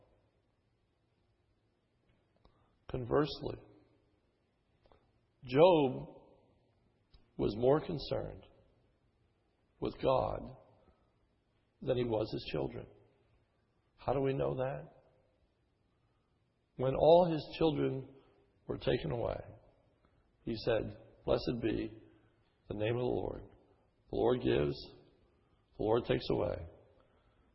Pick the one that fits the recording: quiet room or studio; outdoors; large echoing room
large echoing room